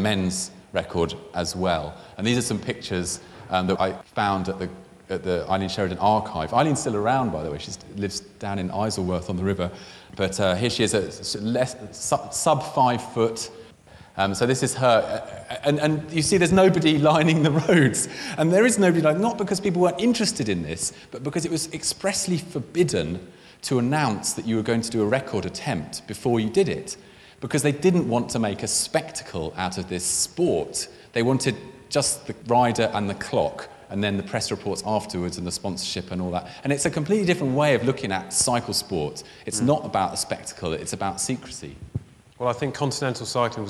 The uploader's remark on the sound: In a talk recorded at Friday Late "Eat, Ride, Sleep, Repeat" held earlier this year at the Victoria and Albert Museum in London.